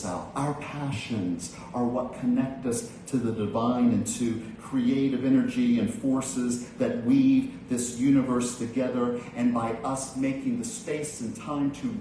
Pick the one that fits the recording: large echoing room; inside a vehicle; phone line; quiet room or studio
large echoing room